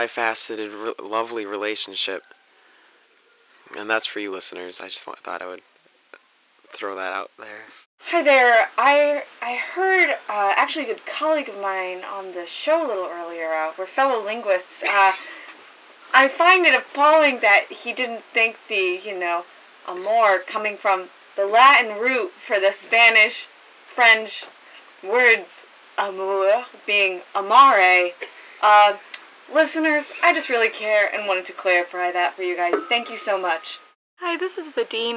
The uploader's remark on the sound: host a call-in show where they answer questions